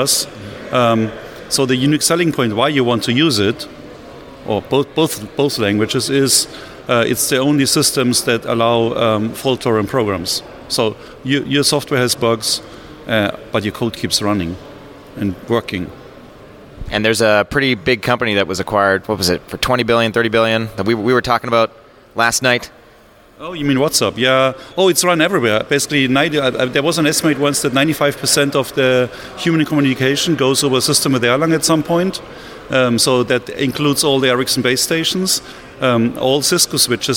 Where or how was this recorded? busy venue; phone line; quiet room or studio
busy venue